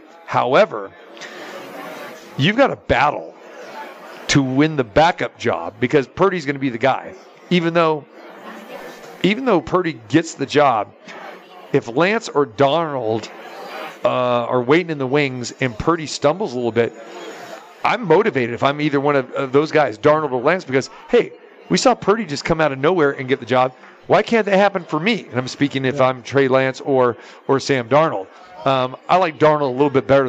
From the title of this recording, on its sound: Live from the Super Book at the Westgate Las Vegas